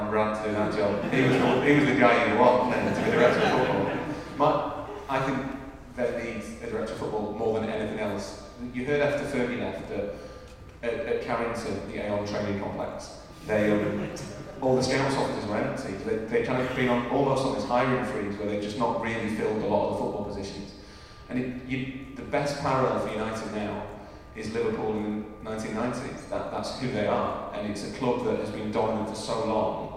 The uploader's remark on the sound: Live In Manchester. The first half of our live event in Manchester. Yes, we know the sound quality isn't the greatest throughout, and we apologise.